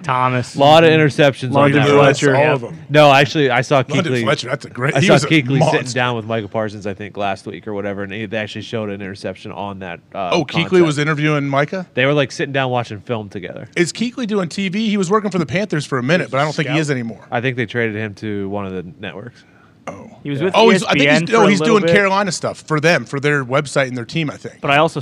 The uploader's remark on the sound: LIVE From The ThunderDome. Live from Eugene, Oregon and the set of College GameDay.